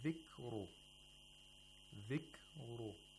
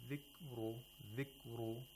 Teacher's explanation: We have the kaf, which is sakin. We have to hear the clicking sound of kaf. · Shown in: first take · If you say dhikru, dhikru, that's incorrect.